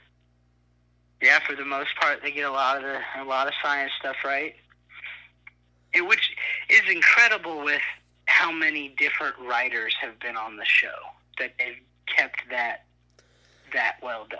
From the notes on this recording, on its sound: burnt the phone lines to Chicago